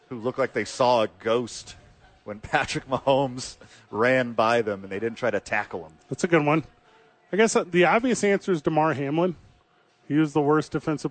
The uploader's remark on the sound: live at Safe House